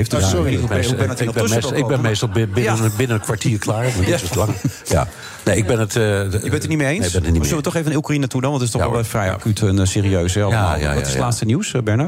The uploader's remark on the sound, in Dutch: The Friday Move live vanuit het Double Tree By Hilton Hotel in Amsterdam.